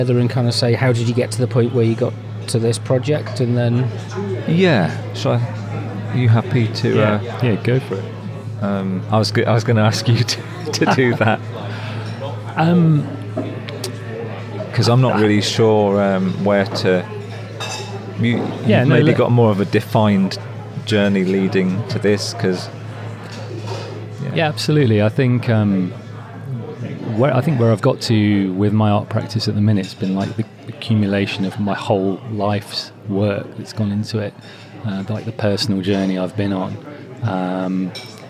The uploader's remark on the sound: At Leicester’s Phoenix Arts Centre. The Phoenix, known for its support of artistic innovation, served as a fitting venue. Recorded in the café area amidst the sounds of daily life.